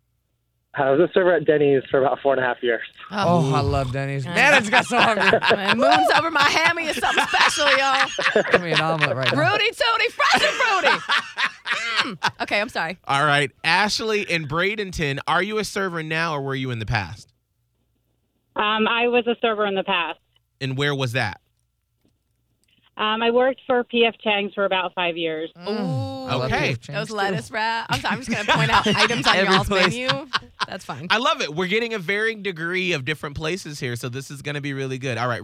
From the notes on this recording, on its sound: We got 3 servers on the phone